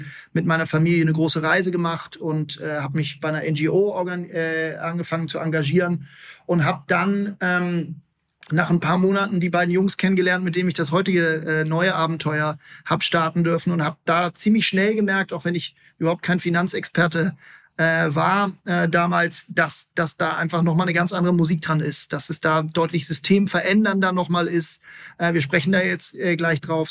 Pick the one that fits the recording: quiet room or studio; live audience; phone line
quiet room or studio